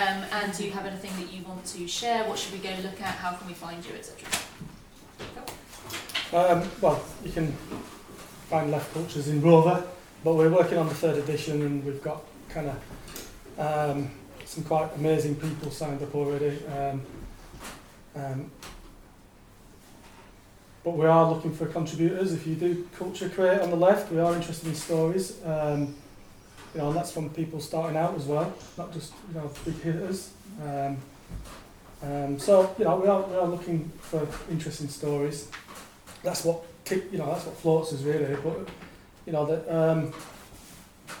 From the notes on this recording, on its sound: Recorded live on Tuesday 10th October at The Scrandit in Bristol